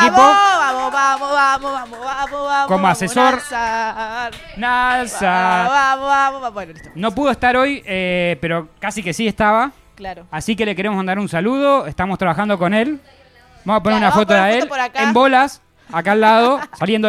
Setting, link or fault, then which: setting, busy venue